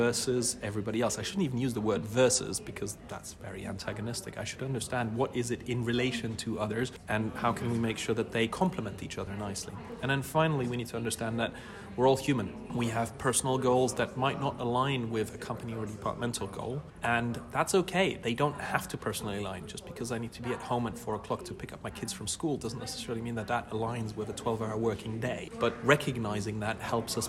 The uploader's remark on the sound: This week we come live from Forrester's CX EMEA conference